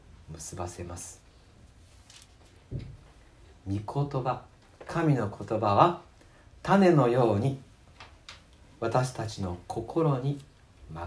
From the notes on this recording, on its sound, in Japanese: 吉備教会礼拝メッセージ録音。